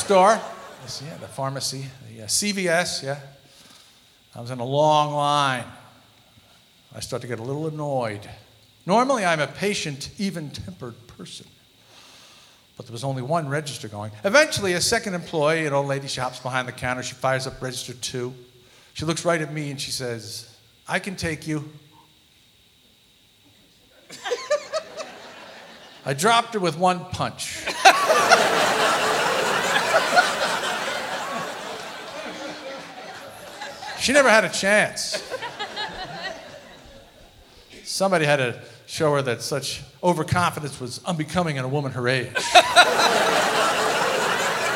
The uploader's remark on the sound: Live at the SouthPoint Casino.